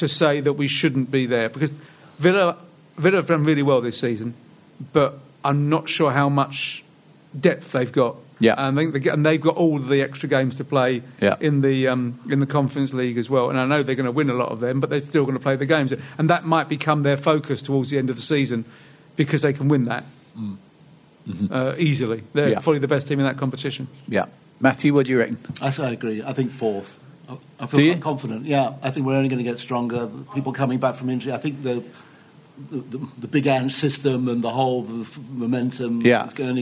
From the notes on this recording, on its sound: another special Live Spurs Show at the Albany in Great Portland Street